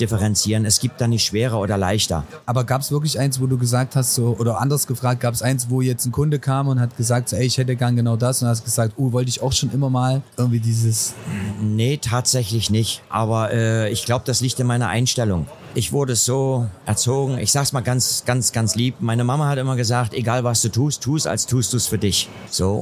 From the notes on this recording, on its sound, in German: Live von der Modell - Hobby - Spiel auf der Leipziger Messe. Waren wir mit unserem mobilen Airstream Studio zu Gast auf der Modell-Hobby-Spiel Messe in Leipzig und haben vor Ort verschiedene Podcast Episoden für unseren Sachsenlotto Podcast Channel produziert.